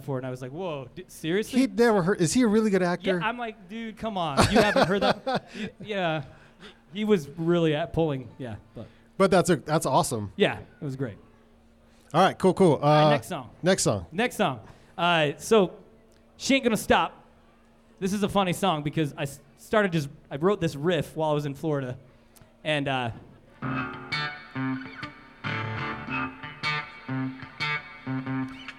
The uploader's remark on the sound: LIVE studio audience recording of Van Sessions at The Monarch. Recorded during Ogden's First Friday Art Stroll. The Monarch Building in Ogden, Utah.